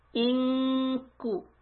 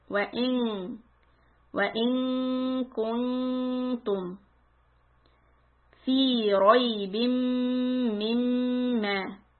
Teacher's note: When you say the noon here, we are going to keep the tongue close to kaf. In ku. Back of the tongue goes high to say ku, ku.